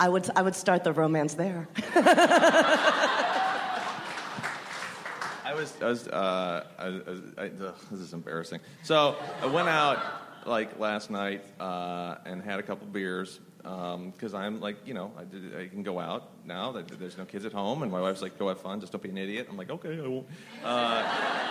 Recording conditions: busy venue